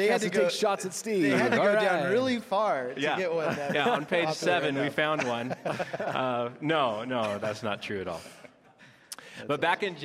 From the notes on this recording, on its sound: For the first time, Behind the Message is recorded live during a Sunday service at Westside Church.